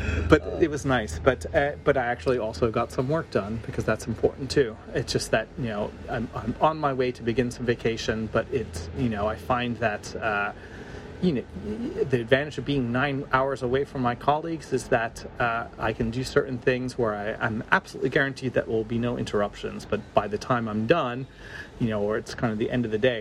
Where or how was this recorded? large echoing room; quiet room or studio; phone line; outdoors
outdoors